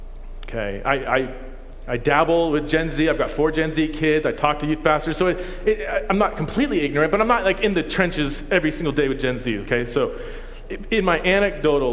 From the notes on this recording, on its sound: This content is from our first City Network Conference in 2022.